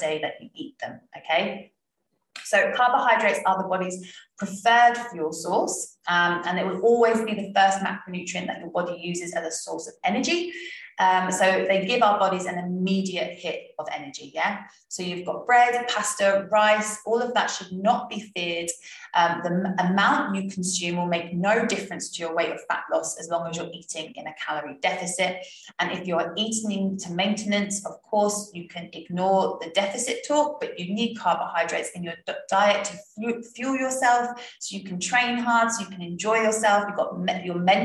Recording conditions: video call